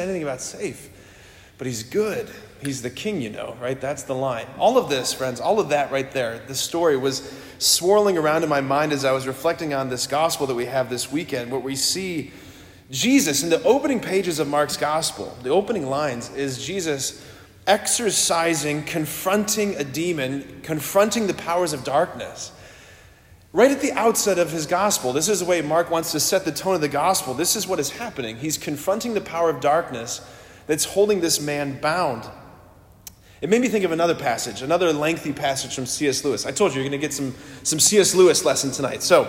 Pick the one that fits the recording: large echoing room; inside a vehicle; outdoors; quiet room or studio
large echoing room